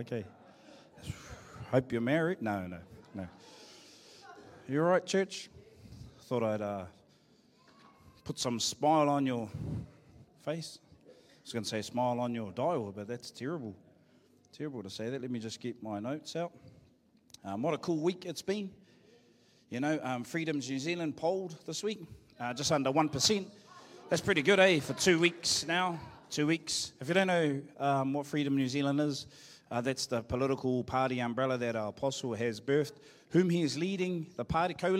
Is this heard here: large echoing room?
yes